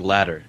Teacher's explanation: T kind of becomes just a little tap on the top of the palate